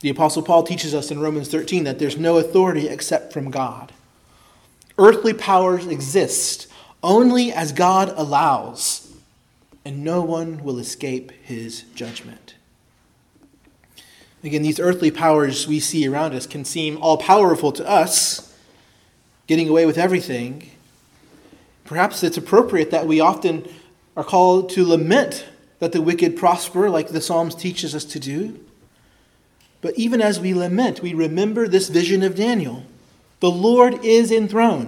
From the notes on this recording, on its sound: preached at Christ Our Savior Baptist Church